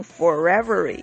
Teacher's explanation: 这个 R 可以跟后边开头的元音拼读变成 forever